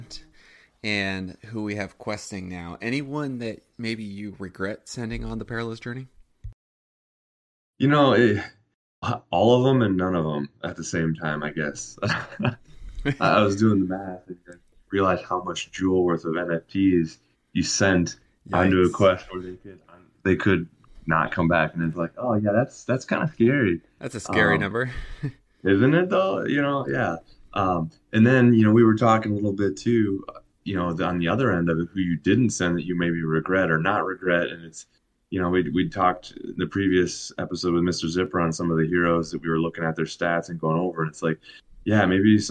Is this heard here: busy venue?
no